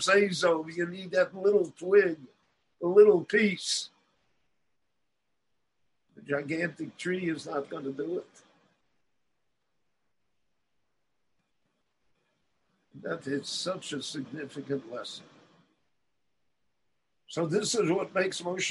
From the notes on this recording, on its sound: The following lecture was delivered LIVE in Jerusalem via Zoom